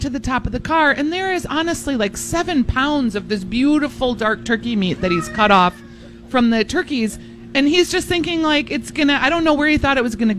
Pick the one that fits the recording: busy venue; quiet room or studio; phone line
busy venue